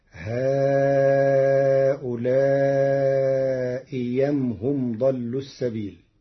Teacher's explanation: قرأ ورش كلمتي هؤلاء أم بإبدال الهمزة الثانية ياء خالصة مفتوحة